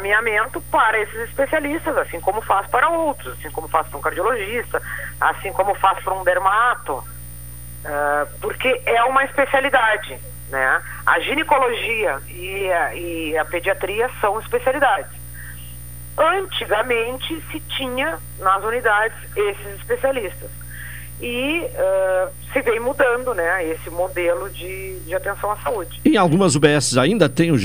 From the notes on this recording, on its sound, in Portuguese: Por telefone